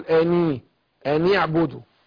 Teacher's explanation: أني هنا برضو التقاء ساكنين النون والعين فنخلص التقاء الساكنين بكسر الأول اللي هو النون